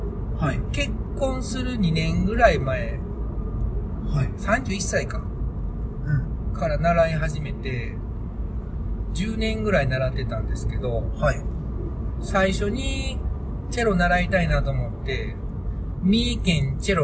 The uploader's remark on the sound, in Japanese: 番外編２ 車中にて。ここからは長野県から三重県松阪市までの5時間のドライブ中の車中の会話収録です。